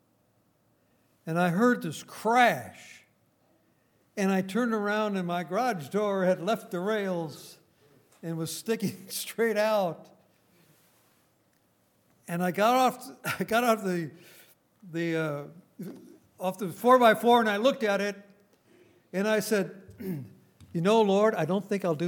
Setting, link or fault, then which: setting, large echoing room